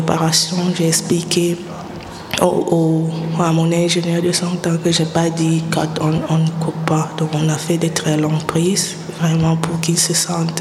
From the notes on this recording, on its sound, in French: En direct du festival Black Movie